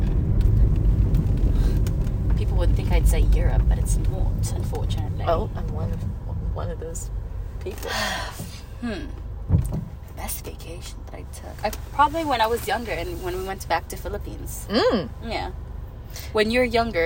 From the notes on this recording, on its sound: Don't mind the ambient noise, here's another smol adventure thru the mic on my iPhone